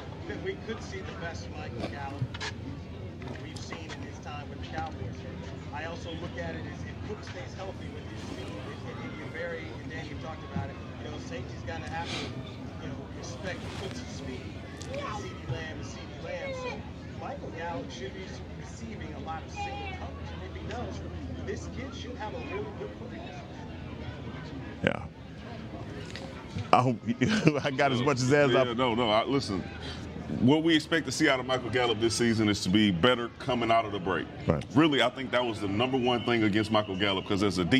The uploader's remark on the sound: checks in live from Dallas Cowboys training camp